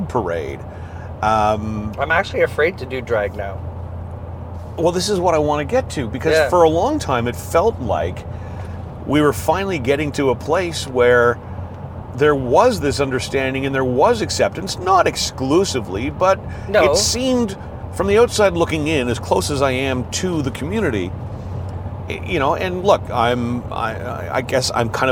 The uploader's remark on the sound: This episode was recorded (using hands free microphones) as we drove to a drag bingo show we produce together in Peterborough Ontario.